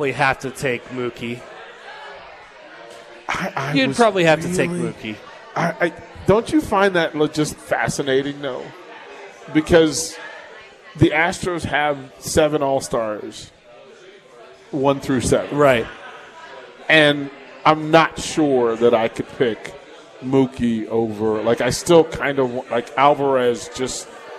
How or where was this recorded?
busy venue